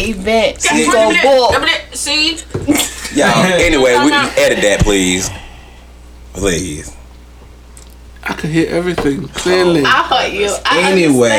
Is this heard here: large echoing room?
no